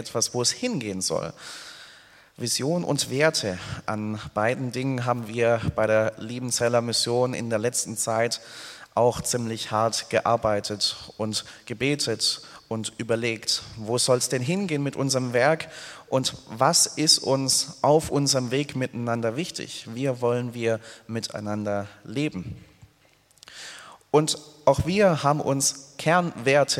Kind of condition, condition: setting, large echoing room